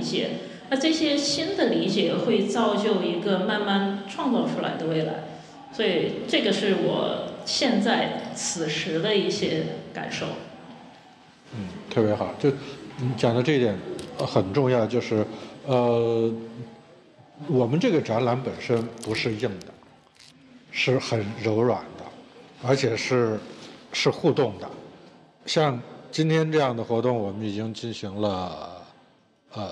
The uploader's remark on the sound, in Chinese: 在UABB的“关于罗湖的集体漂流分享会”录音